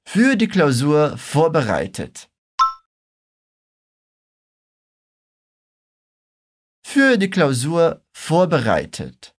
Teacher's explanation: Aqui a gente vai fazer um som do U umlaut, aquele que tem uma trema, e a gente faz um biquinho. Lembra que é como se fosse falar o som de I, mas com a boca no formato do U.